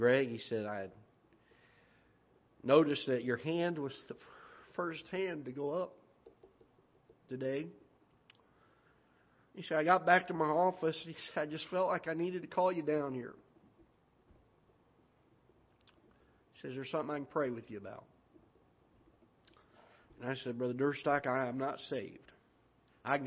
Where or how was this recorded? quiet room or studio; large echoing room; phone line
large echoing room